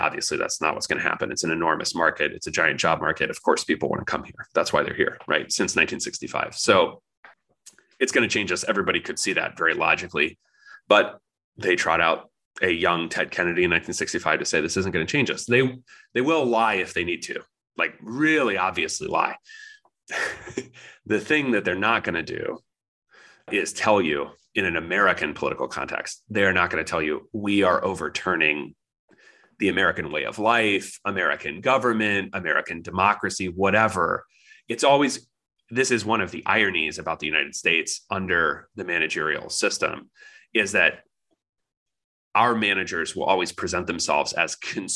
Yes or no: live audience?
no